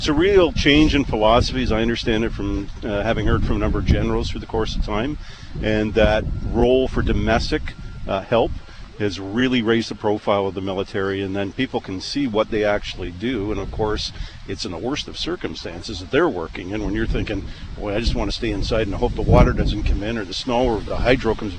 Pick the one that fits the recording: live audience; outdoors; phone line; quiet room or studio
outdoors